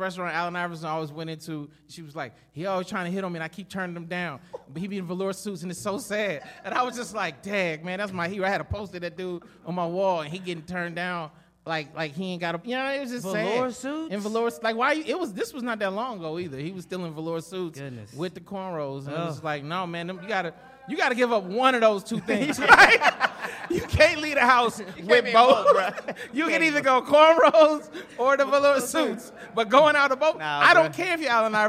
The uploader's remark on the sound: The 100th Episode LIVE from Relapse Theater. Live from Relapse Theater in Atlanta GA.